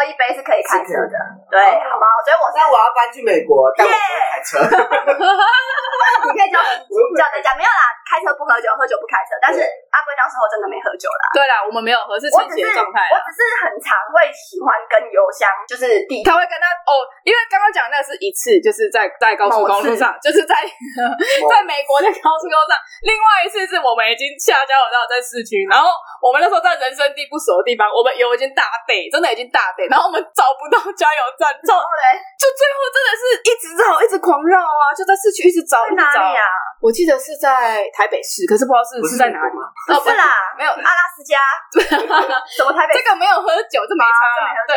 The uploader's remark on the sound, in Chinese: 本集音質不好